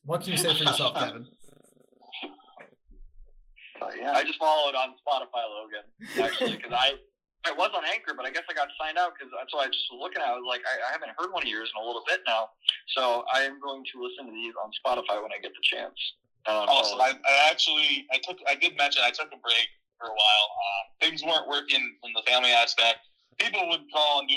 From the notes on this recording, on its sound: UNEDITED PODCAST. Apologies for the audio quality during the recording.